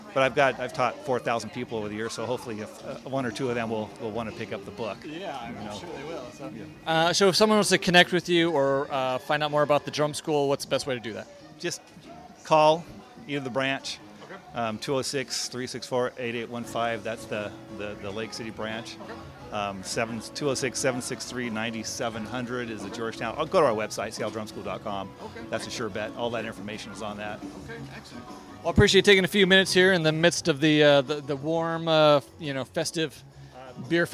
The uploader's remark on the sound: We are sharing some micro interviews from the West Seattle Beer and Music Festival. West Seattle Beer & Music Festival - LIVE. We are sharing some micro interviews from the West Seattle Beer and Music Festival. The West Seattle Beer and Music Festival is a unique event at the Alki Masonic Center featuring 20 brewers.